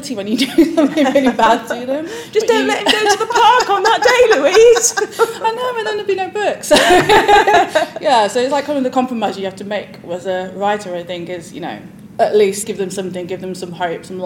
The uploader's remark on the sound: This special edition was recorded live at the Booksellers Association Conference in Birmingham.